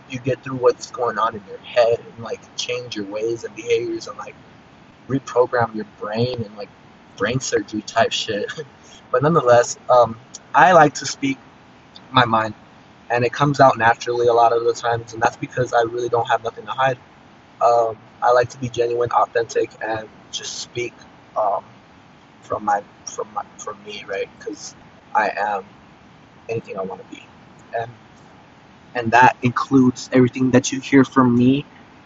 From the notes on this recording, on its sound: it can sound better and be annoying 2 hear